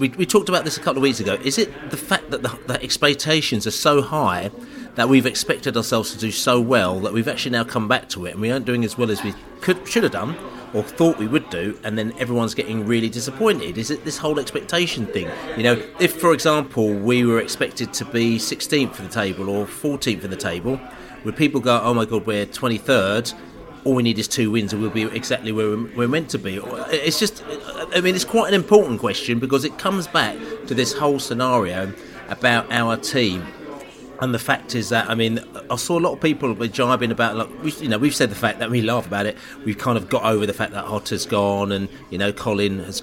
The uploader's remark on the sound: Reading pre-match podcast from the pub